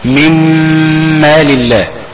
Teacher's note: يعني استنى على الميم شويه ما اخطفهاش · Term: غنى